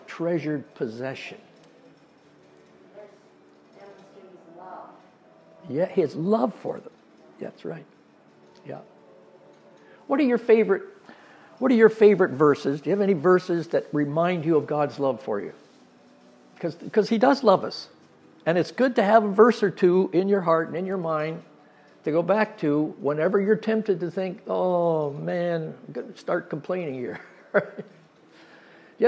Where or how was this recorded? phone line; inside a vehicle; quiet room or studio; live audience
live audience